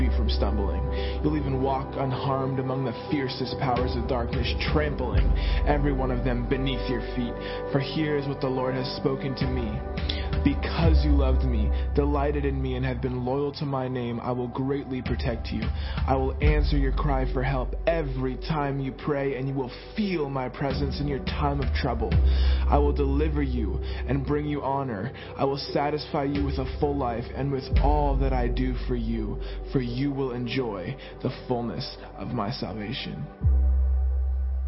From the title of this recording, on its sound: Sunday Morning Service